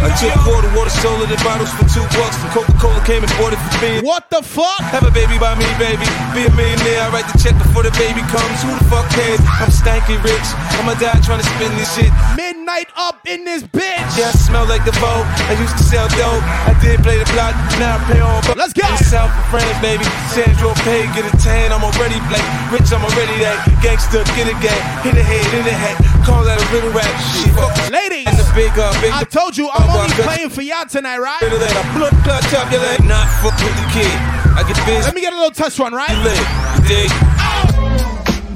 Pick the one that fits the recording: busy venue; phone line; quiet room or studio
busy venue